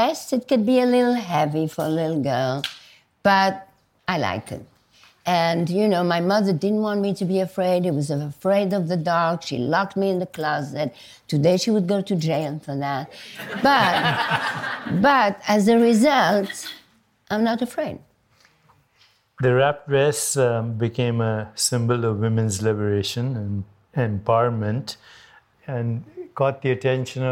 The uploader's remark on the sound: On stage at BoF VOICES 2023.